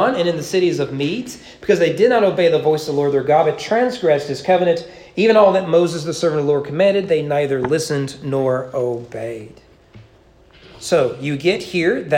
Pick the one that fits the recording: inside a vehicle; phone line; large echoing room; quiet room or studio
large echoing room